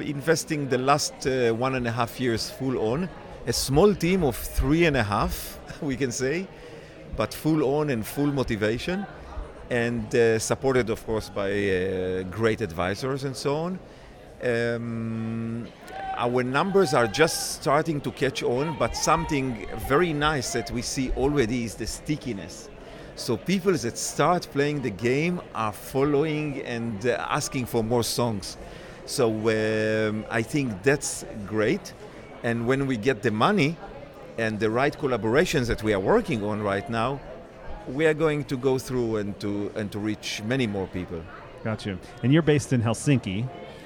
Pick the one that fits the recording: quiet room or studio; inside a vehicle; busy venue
busy venue